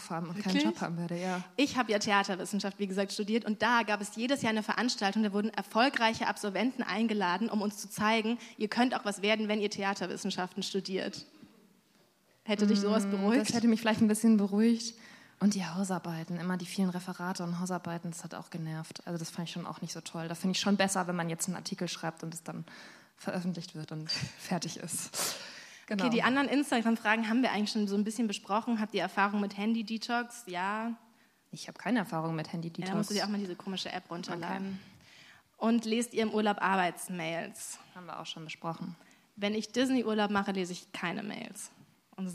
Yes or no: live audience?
yes